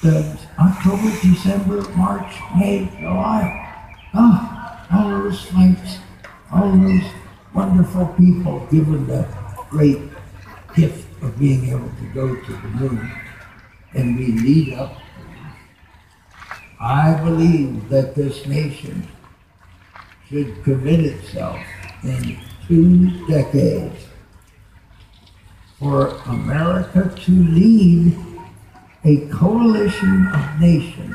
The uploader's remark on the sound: conference at Wired Next Fest 2017